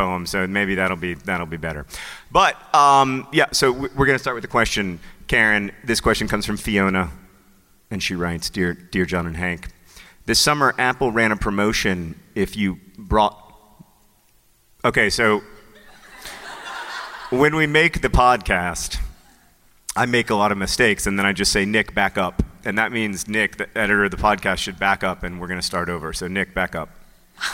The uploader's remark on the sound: Live from NerdCon: Stories